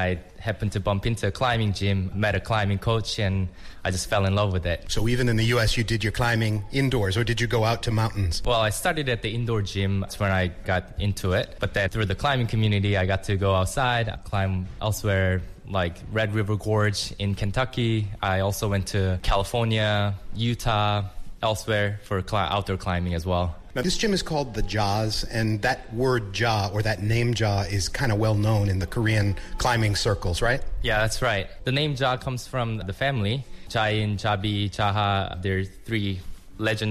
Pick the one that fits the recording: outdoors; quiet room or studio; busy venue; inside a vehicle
busy venue